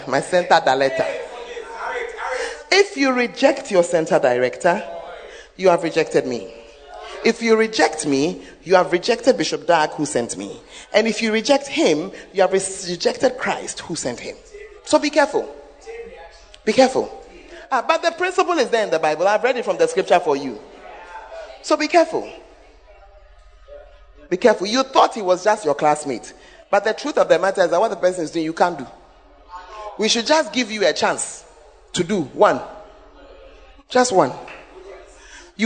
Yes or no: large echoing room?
yes